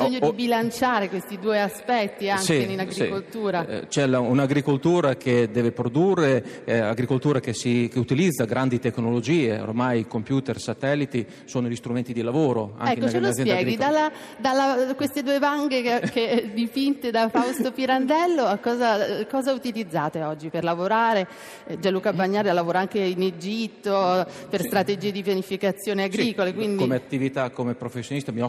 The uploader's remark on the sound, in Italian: in diretta da forlì